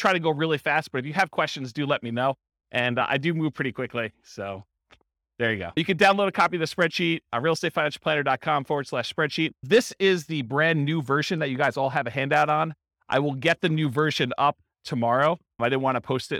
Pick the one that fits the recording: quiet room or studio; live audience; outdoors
live audience